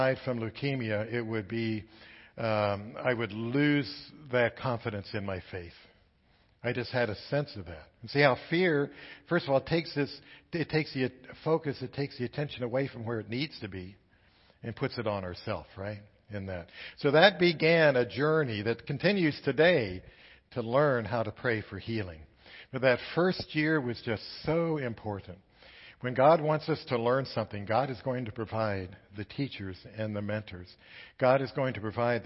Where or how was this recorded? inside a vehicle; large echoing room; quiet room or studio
large echoing room